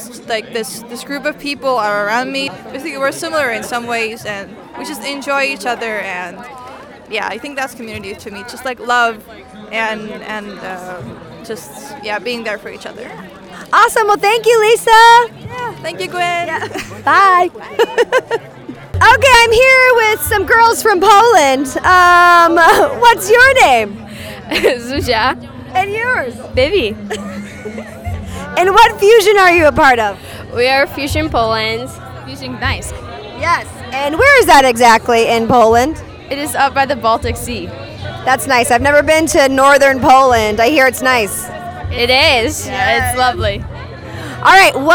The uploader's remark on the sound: While at Fusiondary, I walked around with a microphone and recorded what some attendees had to say. I talked to people from seven different countries.